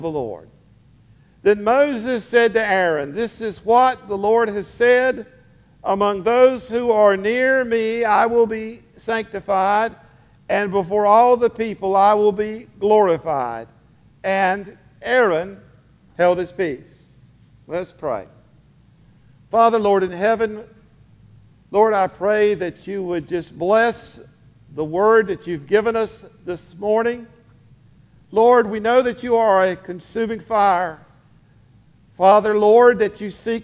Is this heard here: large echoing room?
yes